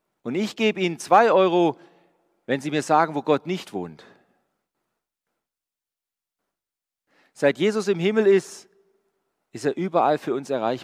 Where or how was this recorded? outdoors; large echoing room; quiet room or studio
large echoing room